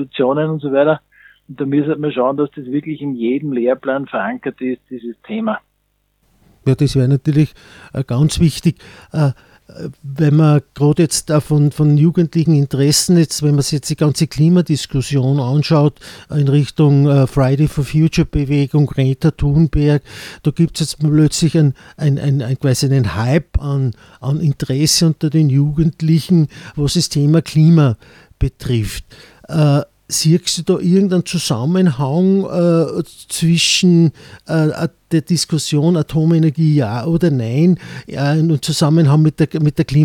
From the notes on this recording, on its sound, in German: HLW Linz/Auhof. Haben wir per Telefon ins Studio und vor den Vorhang geholt.